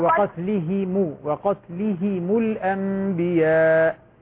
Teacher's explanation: كسر الهاء وضم الميم